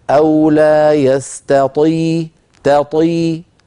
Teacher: أو لا يستطي تطي تطي، نرقق التاء في كلمة يستطيع ونفخم الطاء، لابد من ترقيق التاء وتفخيم الطاء. إن قلنا يستطي أضعفنا الطاء، وإن قلنا يستطي قلبنا التاء طاء، فلا هكذا ولا هكذا، نعطي كل حرف حقه.